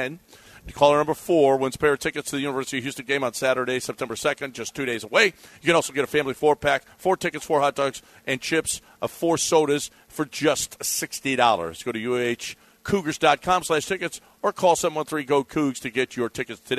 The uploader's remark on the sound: LIVE from the Golden Nugget Casino in Lake Charles.